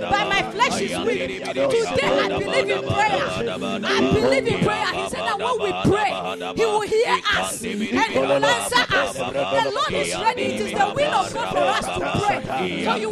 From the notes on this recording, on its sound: Preached at Ekklesia Chapel